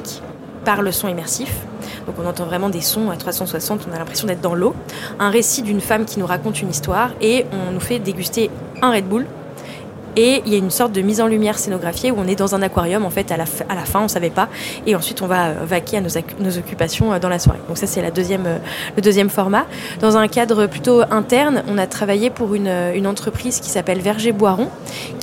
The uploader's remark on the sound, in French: Cet épisode a été enregistré lors du Salon Heavent grâce à la participation d' EPHEMERE SQUARE qui a accueilli notre studio mobile dans ses structures temporaires éco-responsables et aux moyens techniques mis à disposition par NOVELTY .